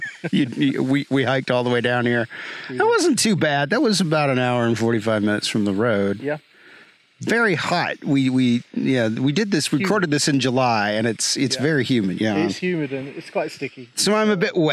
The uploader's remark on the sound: At the Great Smoky Mountains! This episode was recorded in the park and therefore has road, cicada, and creek noise in the background.